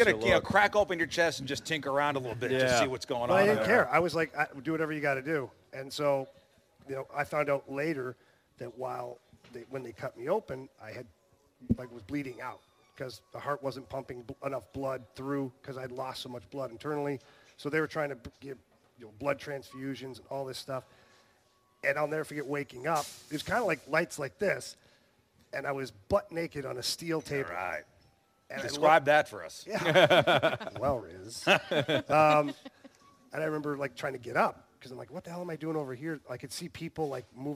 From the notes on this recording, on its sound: live at Scott Airforce Base